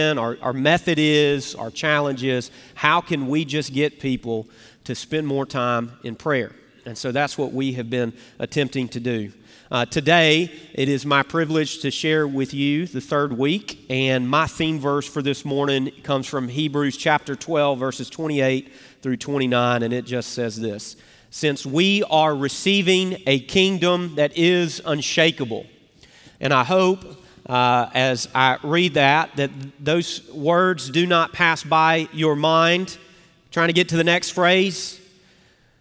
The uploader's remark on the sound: Recorded Live at Brookwood Church on 10.29.2023